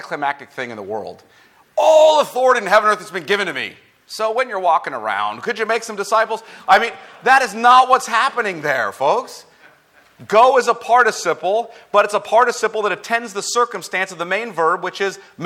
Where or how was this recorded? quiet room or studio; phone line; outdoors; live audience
live audience